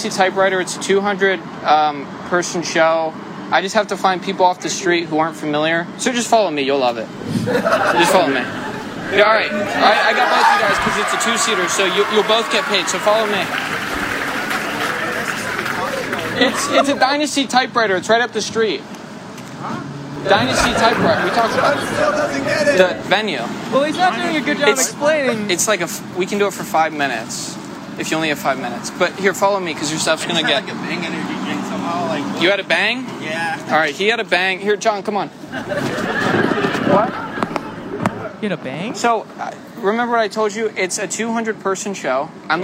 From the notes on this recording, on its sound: Podcast But Outside But Inside LIVE! Our intern wandered the streets around the venue to bring in random guests. At Dynasty Typewriter at The Hayworth Theater in Los Angeles!